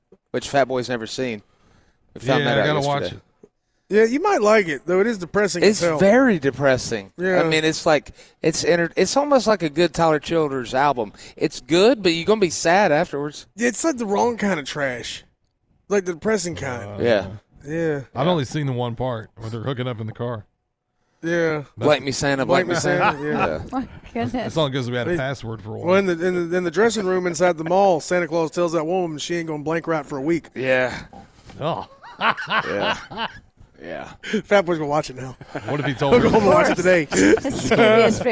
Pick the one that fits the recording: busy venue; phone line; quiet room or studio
busy venue